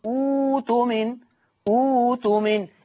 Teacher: الهمزه اللي وراها هبدلها واو لان ضمت همزه الوصل · Term: ابدال الهمز الساكن